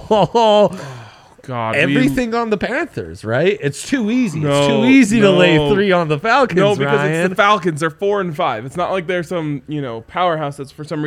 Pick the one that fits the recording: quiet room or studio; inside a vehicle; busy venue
busy venue